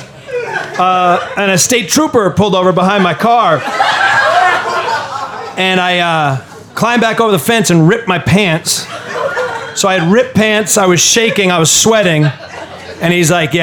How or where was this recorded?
live audience